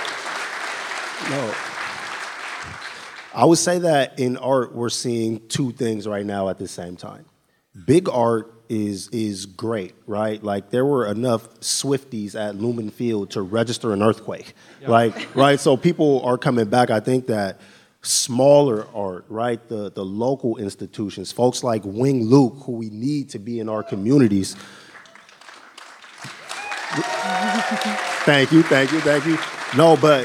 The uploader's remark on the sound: at the Year in Review live